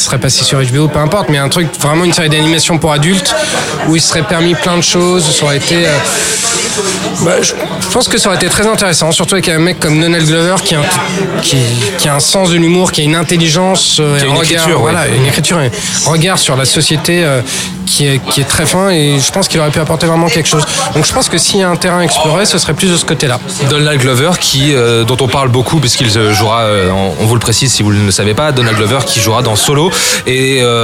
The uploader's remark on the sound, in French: Enregistré au Hurling pub (8 Rue Descartes, 75005 Paris), le jeudi 17 mai 2018.